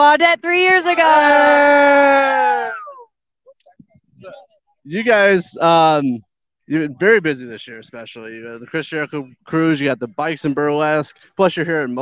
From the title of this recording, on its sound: SCR Live From Motoblot